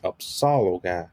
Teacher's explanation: my voice kind of goes up on that Upsaloga